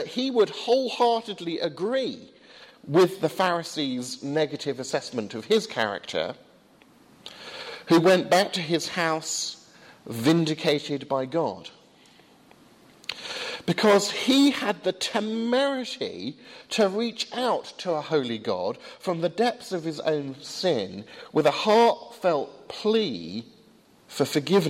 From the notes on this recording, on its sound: delivered at Highfield Church, Southampton.